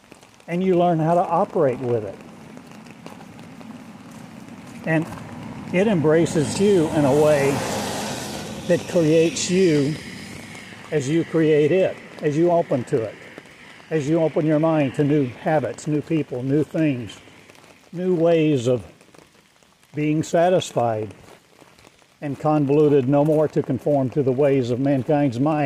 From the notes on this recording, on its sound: Walking along in the rain today. That's not static you hear but rain falling : Recorded as I walked the streets of Eureka Springs September 10, 2020.